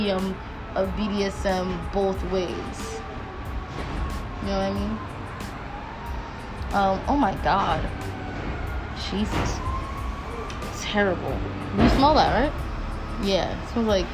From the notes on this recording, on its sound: sorry about the background noise we were outside